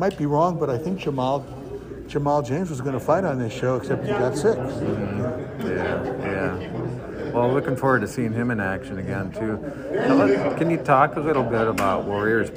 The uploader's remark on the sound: At a Friday morning press conference in Minneapolis. Press Conference and Interviews. This special edition of the podcast offers highlights from the presser and one-on-one interviews.